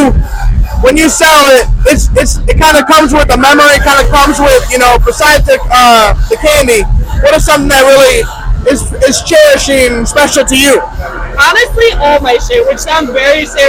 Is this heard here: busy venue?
yes